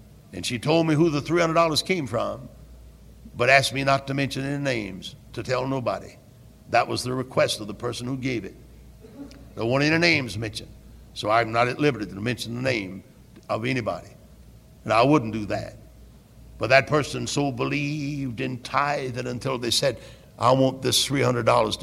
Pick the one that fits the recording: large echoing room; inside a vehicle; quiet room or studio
large echoing room